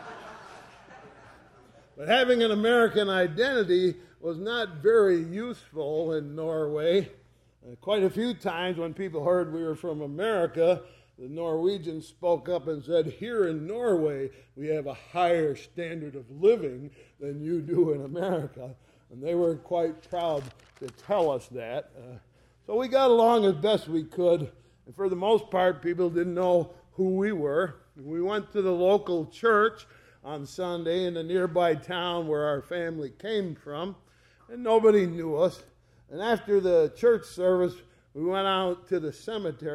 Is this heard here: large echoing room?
yes